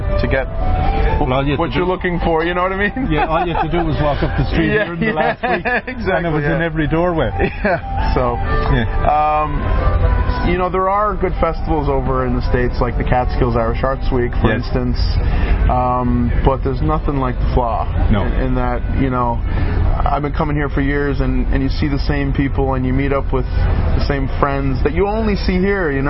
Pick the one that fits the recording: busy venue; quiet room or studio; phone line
busy venue